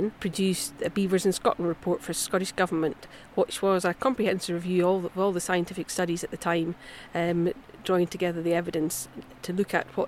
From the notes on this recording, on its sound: In this episode we head to the banks of the River Tay in Perthshire to meet with NatureScot’s beaver team. Recorded at a recent demonstration event held by the team to teach volunteers and land managers the skills to be self-sufficient and carry out effective tree protection in Tayside.